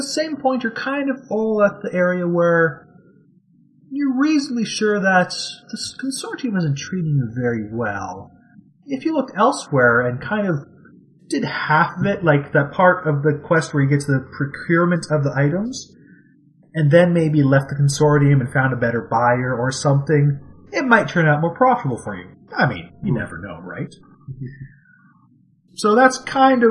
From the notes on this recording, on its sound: Apologies for any technical issues heard in this episode. We are having some problems with our local Comcast service being at capacity in the neighborhood.